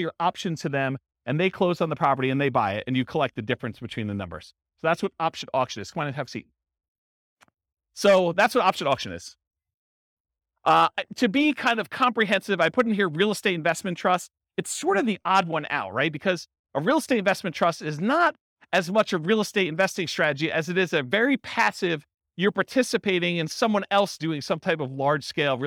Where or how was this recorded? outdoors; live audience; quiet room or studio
live audience